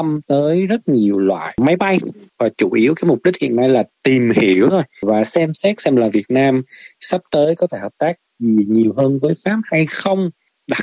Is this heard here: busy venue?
no